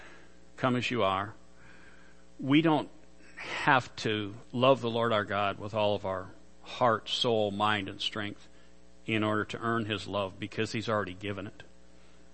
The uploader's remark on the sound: Worship Service - Audio